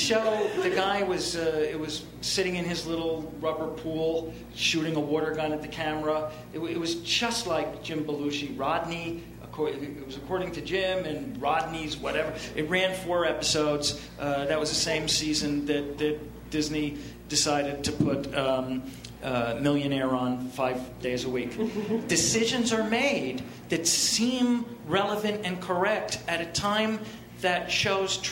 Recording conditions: busy venue